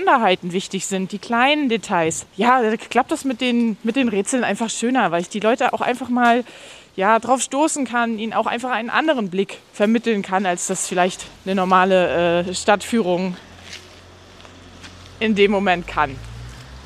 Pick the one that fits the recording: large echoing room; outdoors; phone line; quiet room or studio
outdoors